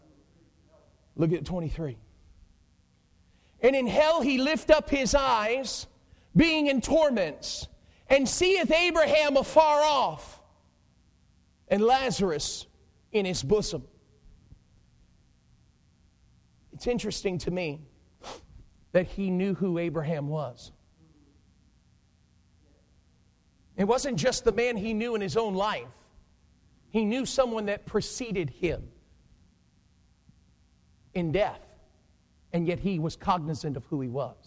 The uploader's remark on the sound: Preached at Pleasantview Baptist Church in Taylors, SC.